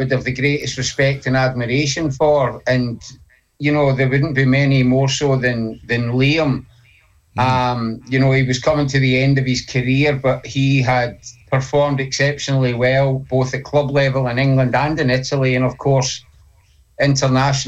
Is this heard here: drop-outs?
no